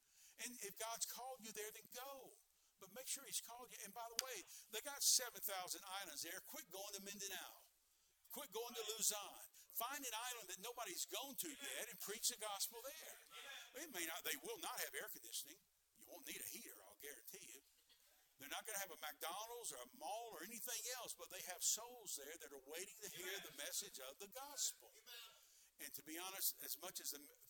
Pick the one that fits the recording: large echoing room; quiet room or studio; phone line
large echoing room